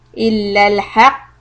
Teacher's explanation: we are going to stop with a qalqala of the heaviest quality because there is a shadda on the letter qaf